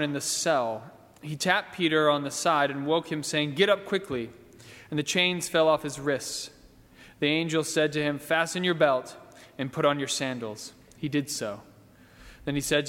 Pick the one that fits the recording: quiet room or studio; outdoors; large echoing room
large echoing room